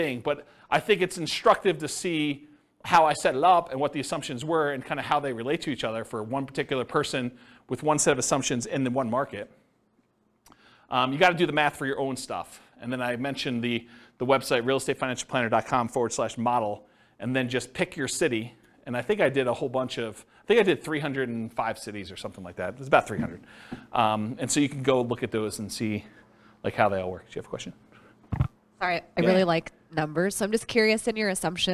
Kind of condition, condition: setting, live audience